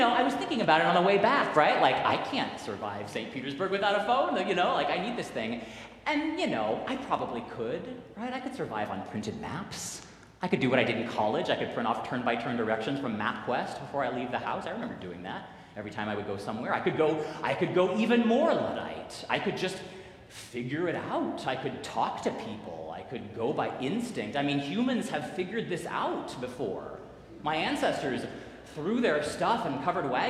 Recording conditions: large echoing room